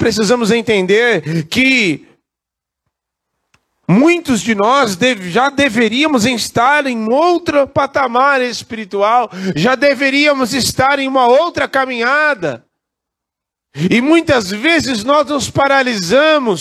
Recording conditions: large echoing room